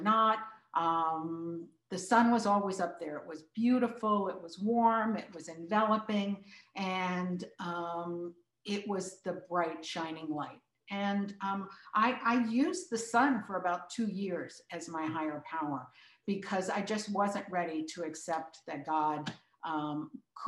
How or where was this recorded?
video call